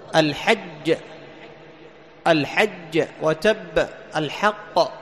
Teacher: الجيم الثانية، الجيم الثاني، وإن كانت في الأصل هي مدغمة فيما قبلها، لكن القلقلة في الجيم الثانية على الموقوف عليه